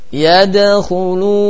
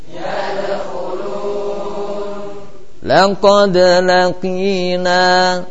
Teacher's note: Ad-dal punya 6 sifat: jahr wa syiddah, istifal, infitah, bersama qalqalah. Harus jelas qalqalahnya bila disukun.